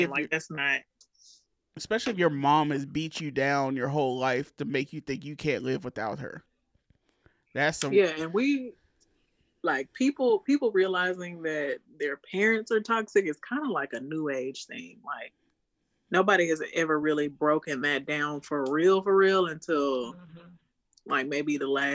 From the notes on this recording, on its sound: Zoom Session